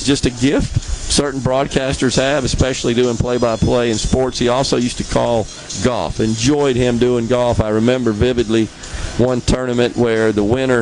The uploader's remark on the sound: MidDays is LIVE from the Grand Opening of the new Richland location for Ace Bolt & Screw. Under the SuperTalk tent.